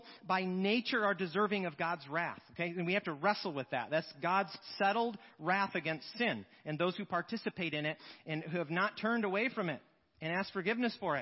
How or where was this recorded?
large echoing room